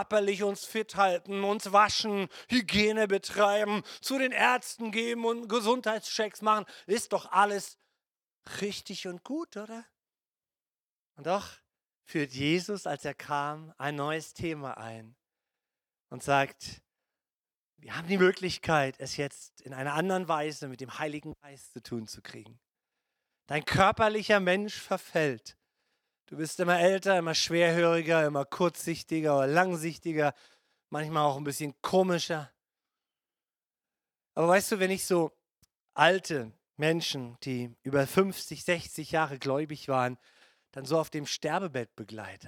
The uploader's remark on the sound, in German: Gottesdienst Predigt